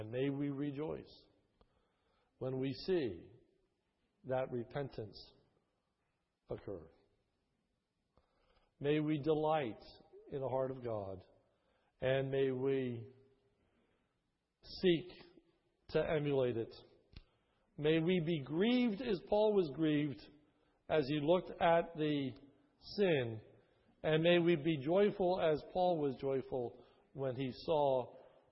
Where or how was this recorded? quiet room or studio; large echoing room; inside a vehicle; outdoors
large echoing room